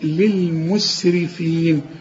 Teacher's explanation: كل الحروف دي مرققة بما فيهم الراء لأن الراء مدام مكسورة مرققة